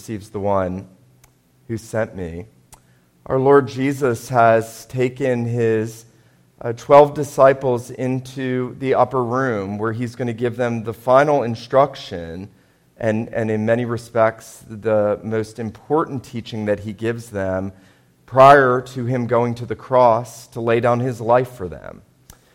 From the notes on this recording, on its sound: This was a Maundy Thursday sermon preached at Wayside PCA on Signal Mountain, TN.